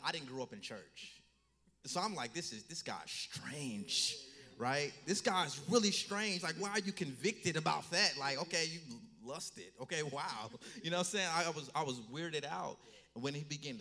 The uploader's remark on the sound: Stand Firm Tour Toronto Live Show.